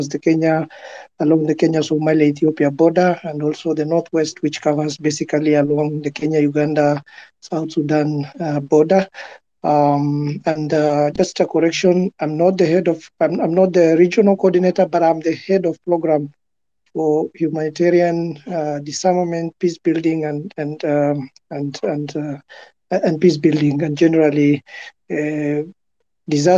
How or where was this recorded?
video call